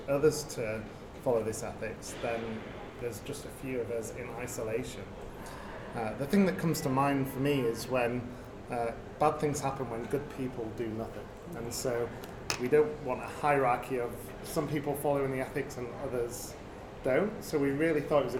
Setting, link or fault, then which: fault, background noise